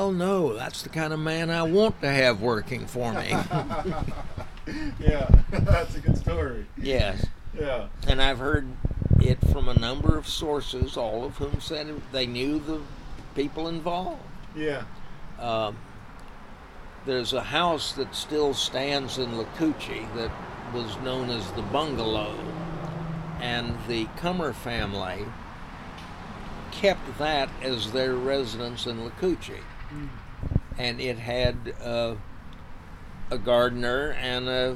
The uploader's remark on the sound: The conversation takes place outside, so you'll hear the occasional car drive by, or the wind blow from time to time.